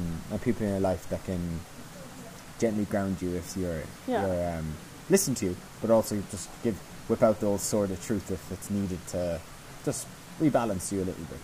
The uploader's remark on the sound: Enjoy the waterfall background sounds